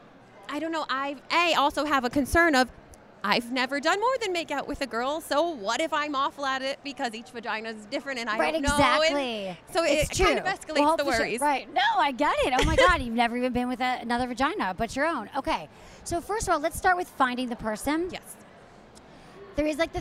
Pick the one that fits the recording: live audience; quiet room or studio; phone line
live audience